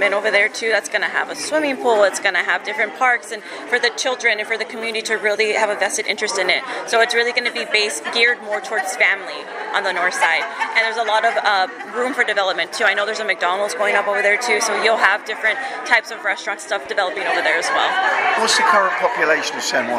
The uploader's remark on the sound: At the RGVP event, the Rio Grande Guardian International News Service was able to secure an exclusive audio interview. At the RGVP event, the Rio Grande Guardian International News Service was able to secure an exclusive audio interview.